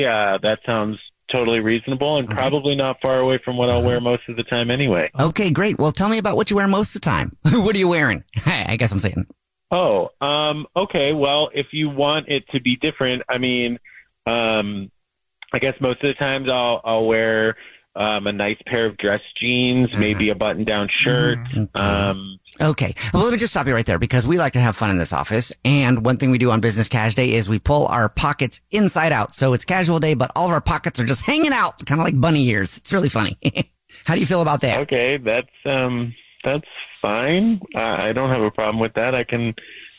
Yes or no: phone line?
yes